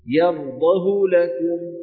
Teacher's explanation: فيقال مثلا: قرأ حفص يرضه لكم، باختلاس هاء الضمير، أي بضمة كاملة لكن من غير إشباع لها، فلا يتولد منها حينئذ مد صلة · Term: الاختلاس